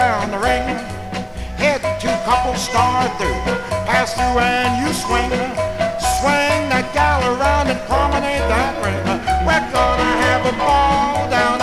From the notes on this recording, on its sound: Track six, record THREE from the 1964 Blue Star Jubilee Square Dance held in the Sam Houston Auditorium.